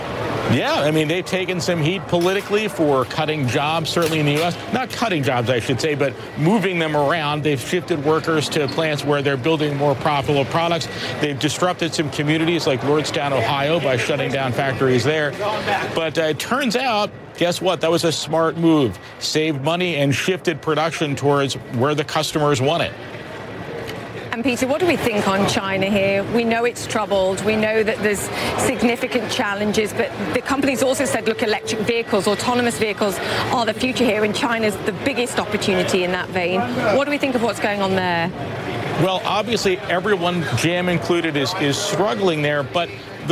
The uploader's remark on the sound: is live from the New York Stock Exchange